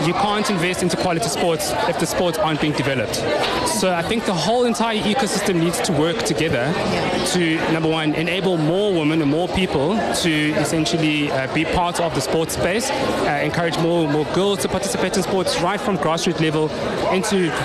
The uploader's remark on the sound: OUTSIDE BROADCAST